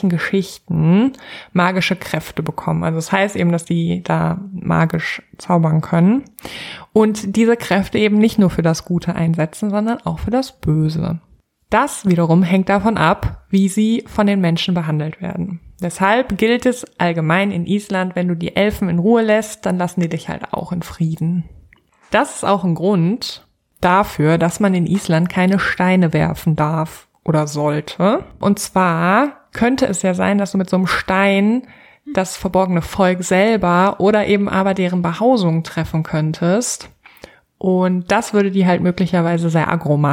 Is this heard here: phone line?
no